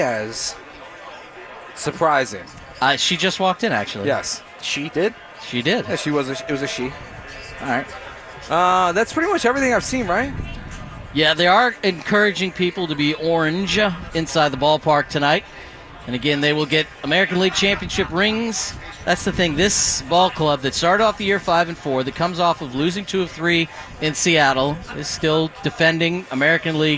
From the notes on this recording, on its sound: live from Lucky's for the Astros home opener!